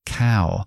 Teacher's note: Entonces se trata de intentar a reproducir esos sonidos desde la memoria, no de oírlo primero y luego copiarlo, sino hay que aprender a decir, vale, yo veo la palabra vaca, por ejemplo, y sé que es una K fonéticamente y luego ese diptongo ao. Entonces es cow.